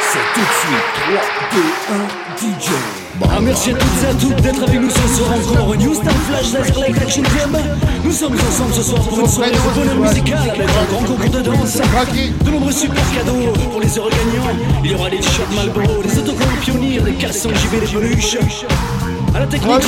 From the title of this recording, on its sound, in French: Emission Live "Citizen Bar"